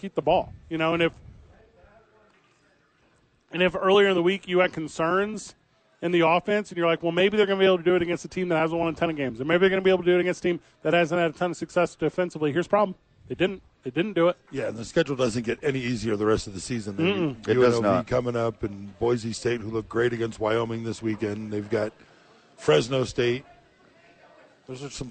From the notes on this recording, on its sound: live from Howies Sports Page